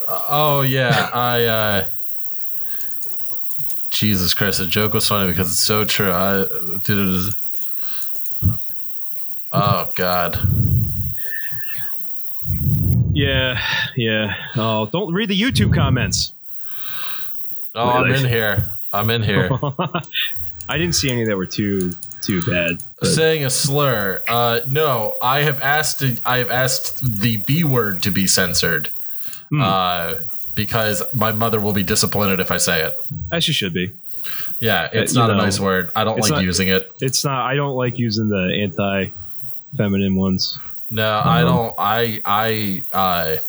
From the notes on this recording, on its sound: Now featuring a brand new audio noise bug for some reason!